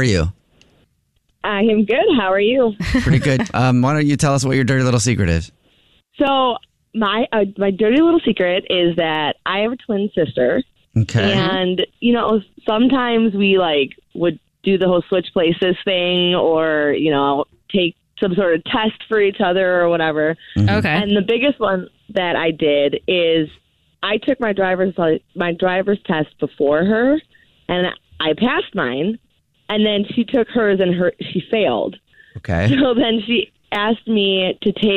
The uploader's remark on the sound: The woman on the phone has a Dirty Little Secret.